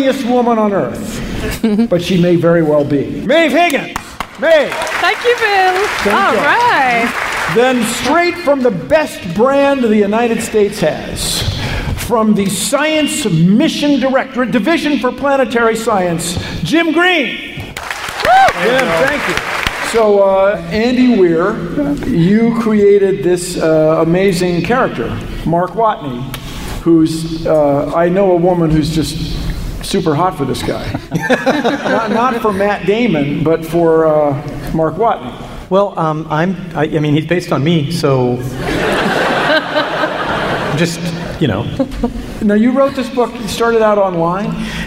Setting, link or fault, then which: setting, live audience